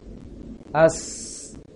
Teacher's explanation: Kemudian as, ini sin yang sukun. As, memang agak kuat anginnya. Memang seperti pengucapan S dalam bahasa Indonesia.